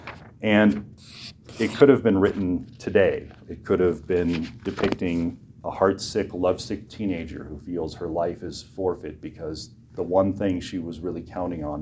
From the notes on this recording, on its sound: preached this short message for chapel at Western Reformed Seminary, in Puyallup, WA